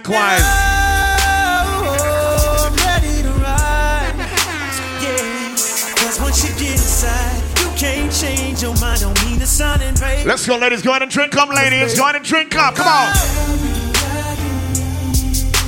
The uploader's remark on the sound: Big Vibes Tuesdays 12/27/22 (LIVE AUDIO)